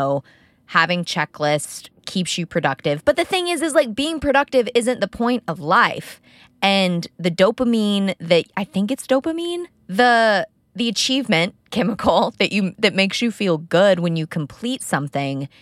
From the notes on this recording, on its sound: Talk with me in my car